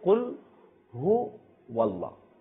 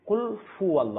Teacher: অর্থাৎ হার স্থানে আমরা ফার উচ্চারণ করি